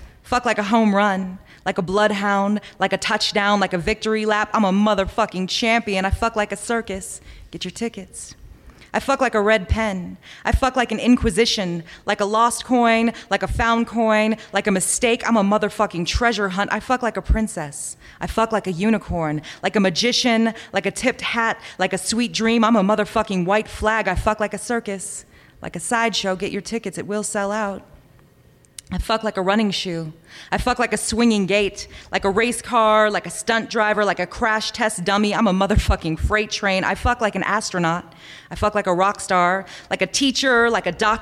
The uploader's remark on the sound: Live Stories from Un/pact. This season, The Soul Stories Podcast is featuring live stories from "un/pact: a creative dialogue on consent.” This event was Held in April for Sexual Assault Awareness Month and will be recurring annually.